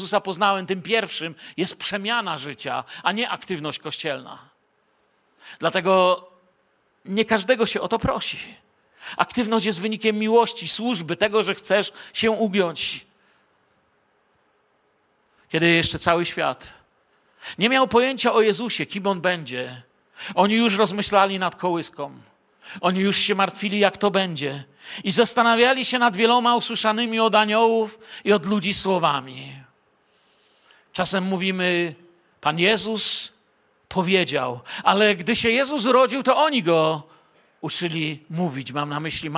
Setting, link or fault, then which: setting, large echoing room